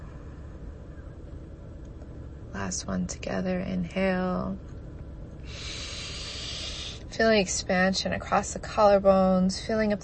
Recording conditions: inside a vehicle